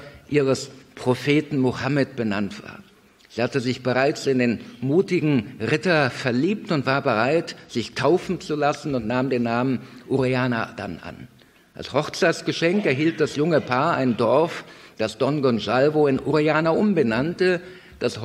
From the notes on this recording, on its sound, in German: Vortrag, der bei einer Veranstaltung von KIRCHE IN NOT in Kevelaer aufgezeichnet wurde.